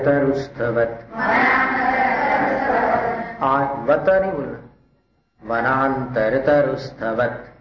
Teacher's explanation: त के बाद अ नहीं बोलने का